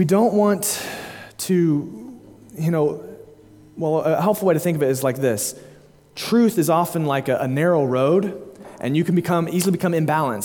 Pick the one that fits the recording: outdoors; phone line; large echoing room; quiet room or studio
large echoing room